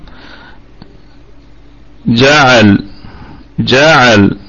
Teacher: واللام نراعي فيها حال الوقف صفة البينية، أي أنها بين الشدة والرخاوة. هذا الحرف استوى طرفاه، يعني استوت فيه صفة الشدة مع صفة الرخاوة، فكان بين هذه وتلك.